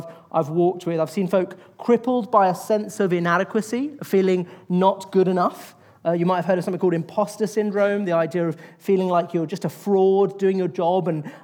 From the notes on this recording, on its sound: In this episode from our latest Salt Live event on 6th of February 2024